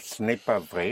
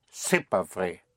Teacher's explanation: you don't hear the N because they didn't use it. · Shown in: second take